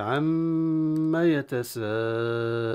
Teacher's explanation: في الأصل، ونتيجة للنون عن في ما التقاء النون مع الميم أدغم النون في الميم بإدغام متقاربين مع الغنة